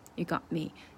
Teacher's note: 结尾的 t 也给吞掉了，只做个嘴型